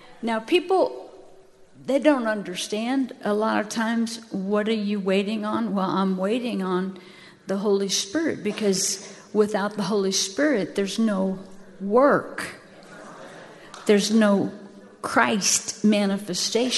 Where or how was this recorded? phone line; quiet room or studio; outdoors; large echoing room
large echoing room